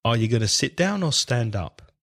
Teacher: Going to becomes gonna.